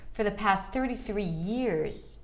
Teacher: the years are a little longer and higher in pitch.